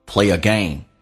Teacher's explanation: Play a game. Play 跟 a 加个也，元音跟元音之间的连音叫 play a